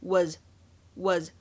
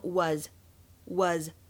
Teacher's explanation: 在美式发音当中，这个元音呢会更加夸张一些，口型张大，然后呢发音的部位向前推，有一些偏向长元音的啊 · Shown in: second take · IPA: [wɑ:z]